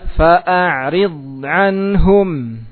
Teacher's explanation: Ya, dhadnya ditebalkan dan dialirkan suaranya.